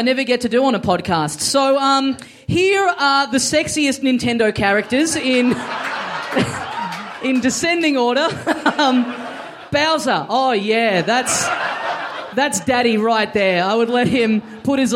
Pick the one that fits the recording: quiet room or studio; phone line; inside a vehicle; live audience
live audience